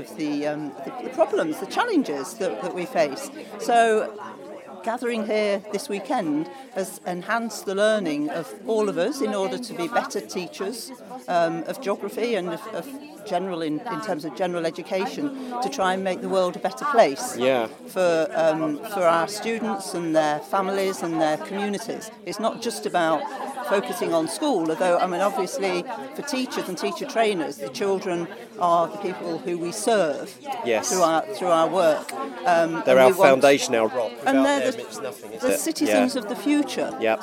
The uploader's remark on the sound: Geography Teacher Educators Conference 2024. This shot of geography-laden caffeine is a break-time chat at the Geography Teachers Educators Conference, that took place at the end of January 2024 in York.